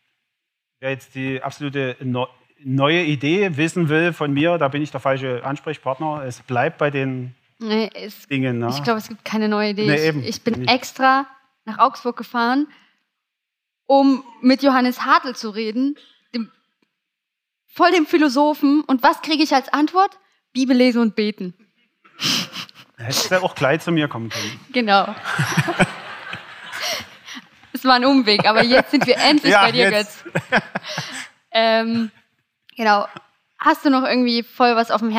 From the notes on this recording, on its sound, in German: live auf der Campus Connect Konferenz 23 in Leipzig